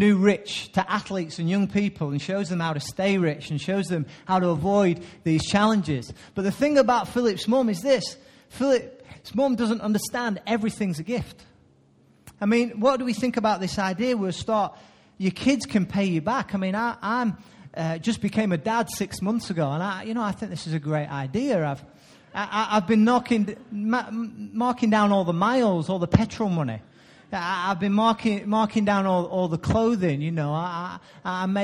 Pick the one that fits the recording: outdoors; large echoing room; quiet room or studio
large echoing room